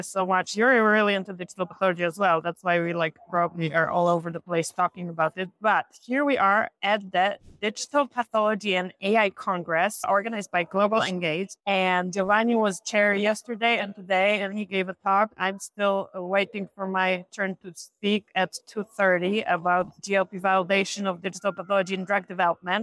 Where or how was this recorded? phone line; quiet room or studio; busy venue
busy venue